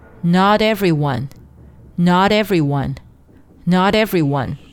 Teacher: 连读的时候 t 要进行浊化，浊化成 d